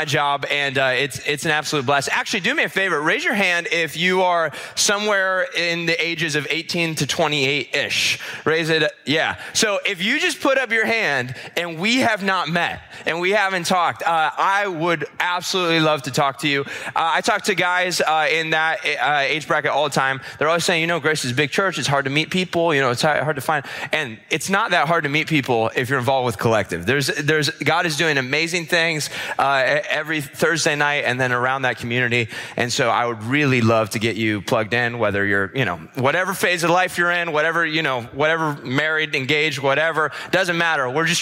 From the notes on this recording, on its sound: This episode was recorded at our weekend services